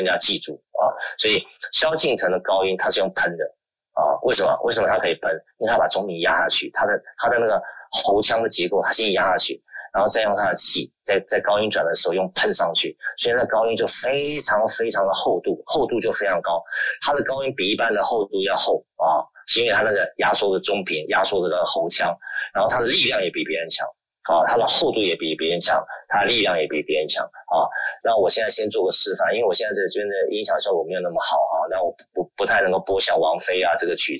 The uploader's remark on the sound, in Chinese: 於clubhouse上演說並現場錄音。現場錄音，原先只存檔用並無公開，音質上請多多包涵。